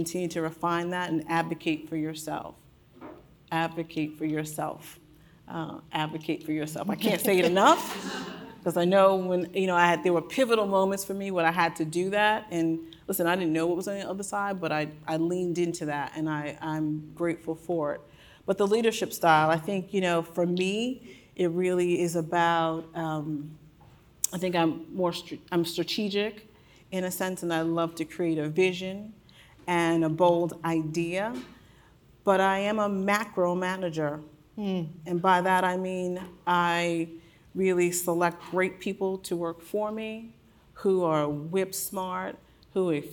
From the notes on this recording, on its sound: This episode was recorded during a session at the Women in Retail: On the Road New York City event last month.